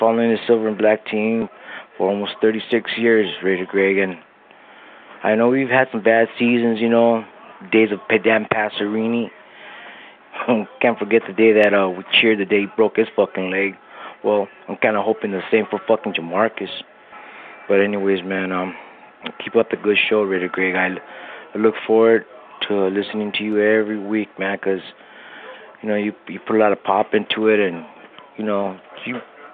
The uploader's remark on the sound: Raider Nation “Boneline” Call-in Segment.